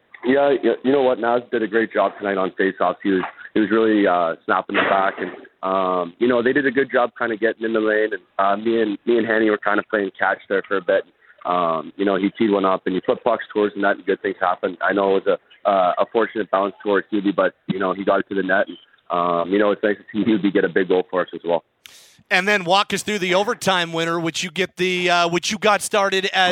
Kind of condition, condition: link, phone line